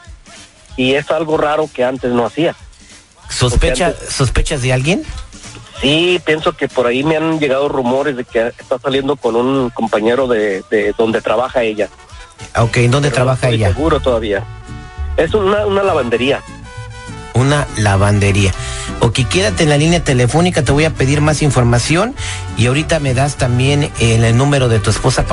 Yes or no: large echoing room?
no